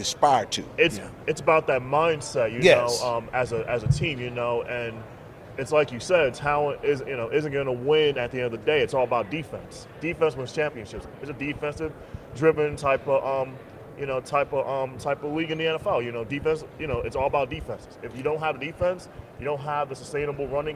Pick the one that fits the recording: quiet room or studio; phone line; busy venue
busy venue